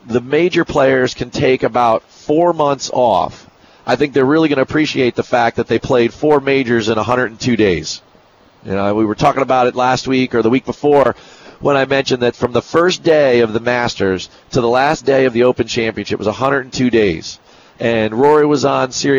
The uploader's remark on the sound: On the road this week broadcasting "live" from the FedEx Cup playoffs, The Northern Trust. The amazing LNGC venue.